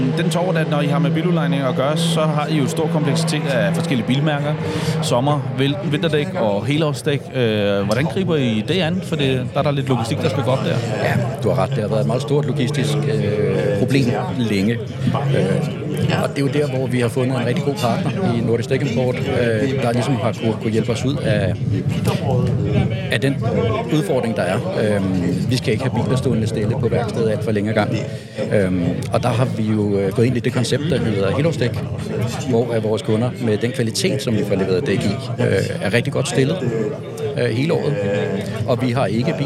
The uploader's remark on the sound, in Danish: Ægte racestemning fra NDI's stand ved CHGP 2023. I denne episode er podcasten taget til CHGP 2023 og har fået plads på NDI's stand. Med ægte stemning af race og lyd fra de hurtige biler. Copenhagen Historic Grand Prix.